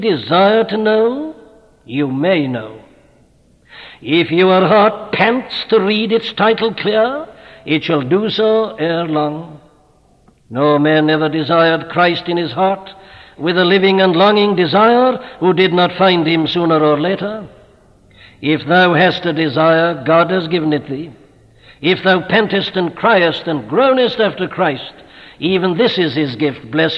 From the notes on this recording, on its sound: at Westminster Chapel during the 100th Anniversary of the 1859 Revival in Wales